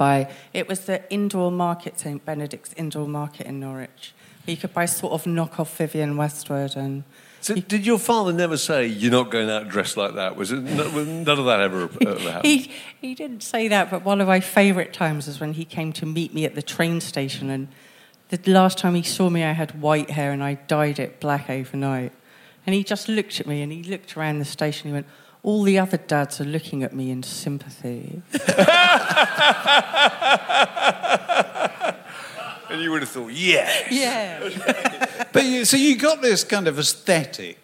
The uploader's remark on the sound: a live podcast recorded at London’s 21Soho